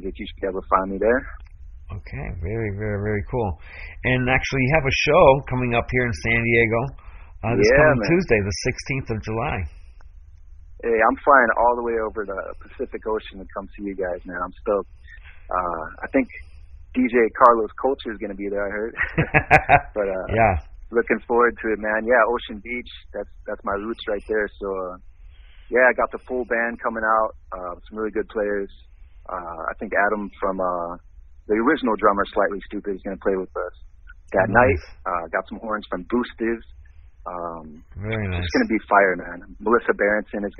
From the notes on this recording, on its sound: I had a chance to get him on the phone while he is in Hawaii.